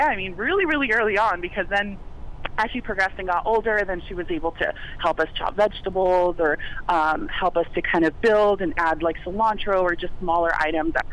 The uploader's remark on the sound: Then we're joined on the phone by Master Chef contestant.